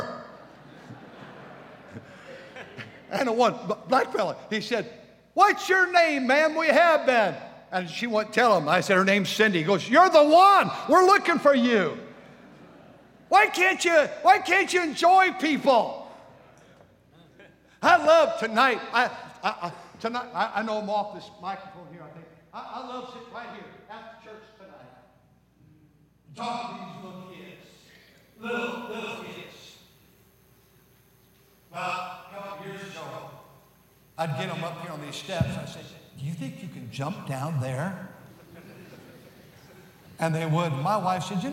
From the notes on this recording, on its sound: during the Sunday Morning service on October 1, 2023, at North Valley Baptist Church in Santa Clara, California